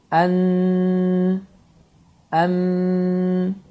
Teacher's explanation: Fikir verdiyimiz kimi, bu hərflərdə səs ağız boşluğundan yox, burundan çıxır · Term: Ğunnə